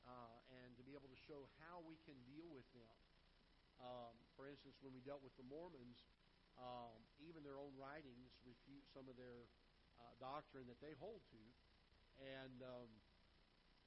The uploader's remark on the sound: Ketha Heights Baptist Church ~ Live Broadcast